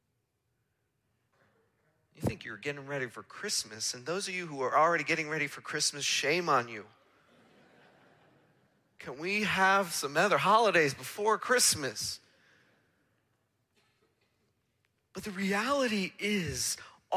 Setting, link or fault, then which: setting, large echoing room